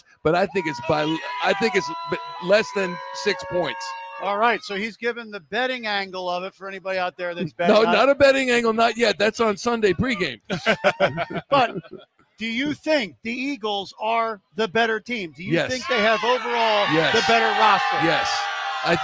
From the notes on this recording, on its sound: We're Live from Philly’s Sports Bar & Grill in Arizona for Live edition of the Takeoff Podcast on the eve of the Super Bowl.